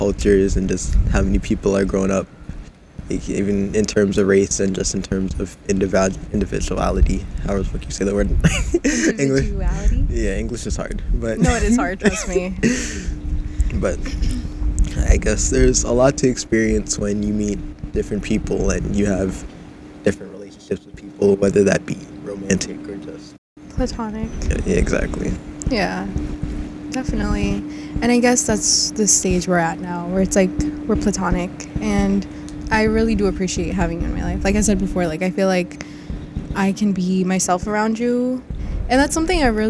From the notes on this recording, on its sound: I apologize for the audio, it was pretty windy when this was recorded.